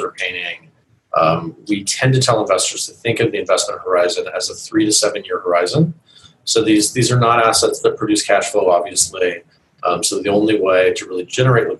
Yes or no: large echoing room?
no